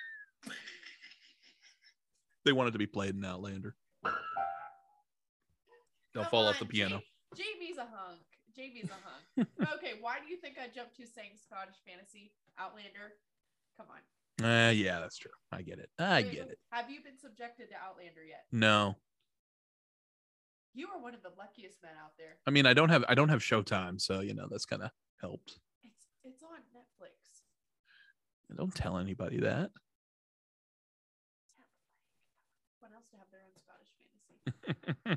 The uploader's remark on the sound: This episode is in two parts thanks to Zoom